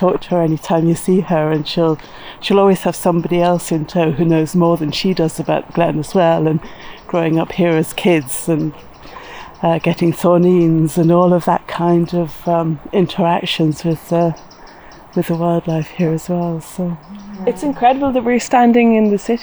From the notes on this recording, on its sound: Sirens and blackbirds, ride-on mowers and collared doves. You’ll hear firm evidence both that you’re in a wonderfully secluded nature spot full of wildlife, and that you are in a busy city. Glen River Park is contradictory in nature, a kind of liminal space: a transit point between more and less built up parts of the Northside.